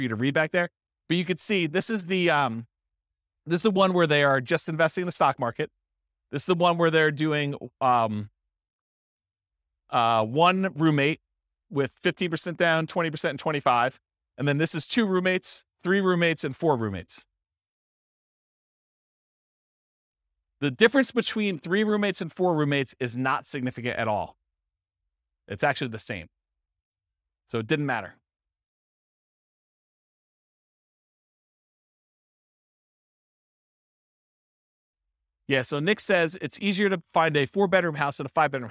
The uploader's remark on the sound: This was a live class recorded